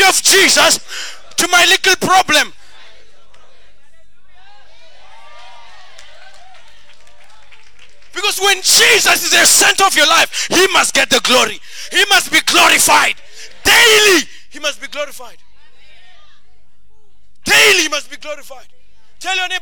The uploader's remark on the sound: at God's Tabernacle Christian Family Church's evening service on the 11 th of June 2023